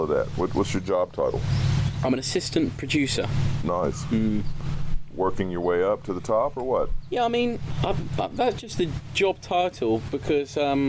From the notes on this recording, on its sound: Also, we did find something to help break the wind while recorded but there are still some portions that may have high wind interruptions.